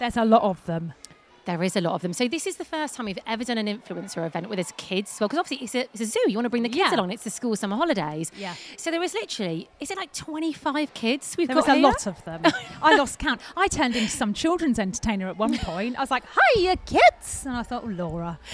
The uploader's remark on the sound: Live from Twycross Zoo!